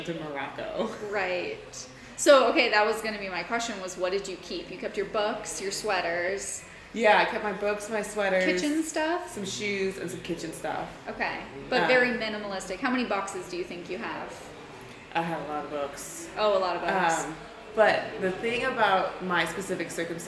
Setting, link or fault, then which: setting, busy venue